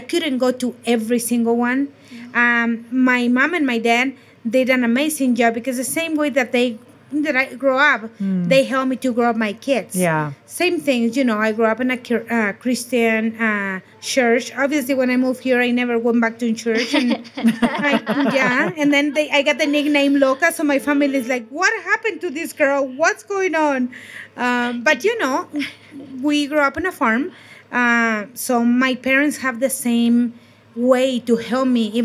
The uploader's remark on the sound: At Steamboat Food & Wine Festival. In front of a live audience.